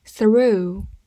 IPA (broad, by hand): θruː